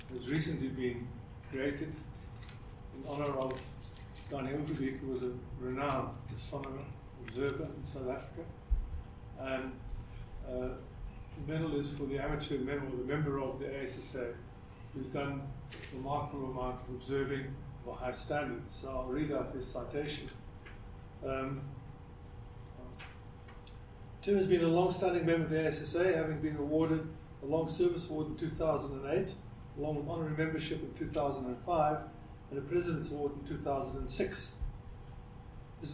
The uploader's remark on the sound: This is the second episode in our series of ScopeX 2018 public lectures.